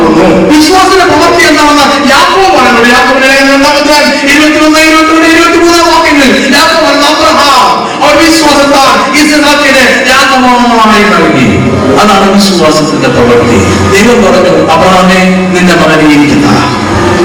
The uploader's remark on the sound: Audio of the 'Faith Life Seminar' conducted on 5 January 2003 at YMCA Hall, Chittoor Road, Ernakulam, Kochi, Kerala, India by 6 PM.